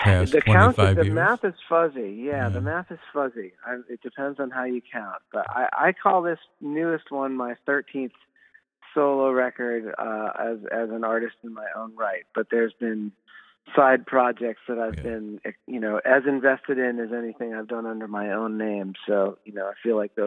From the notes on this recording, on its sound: phoning in from a wintery Boston